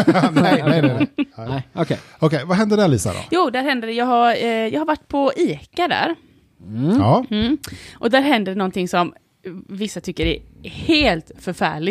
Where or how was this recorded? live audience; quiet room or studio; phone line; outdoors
quiet room or studio